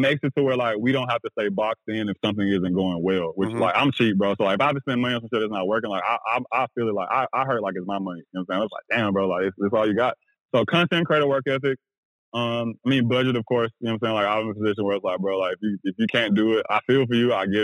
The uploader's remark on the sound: joined on the phone